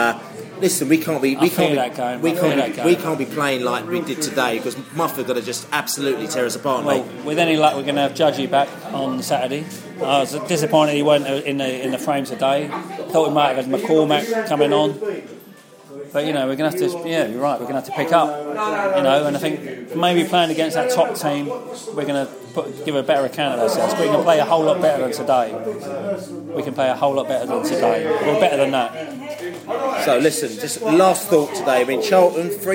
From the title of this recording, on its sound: post match podcast from the pub